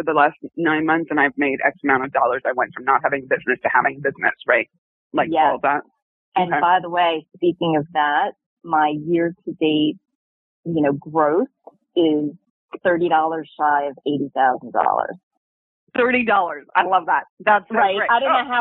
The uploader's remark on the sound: All of these coaching calls have been recorded with permission, and the sound quality may vary.